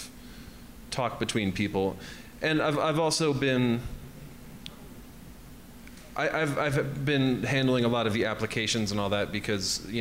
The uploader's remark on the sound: live show recorded at Red Emma’s in Baltimore